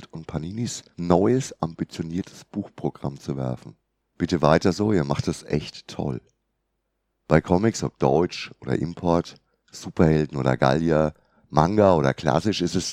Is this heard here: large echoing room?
no